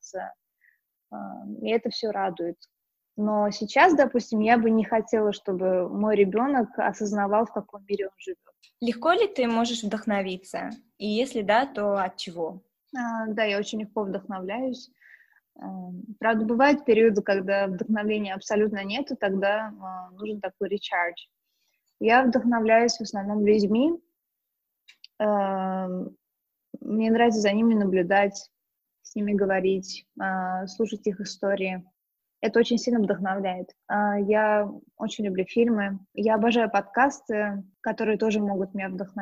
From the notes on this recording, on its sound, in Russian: Мы познакомились с ней в режиме онлайн и данный выпуск, в связи с карантином, записали так же.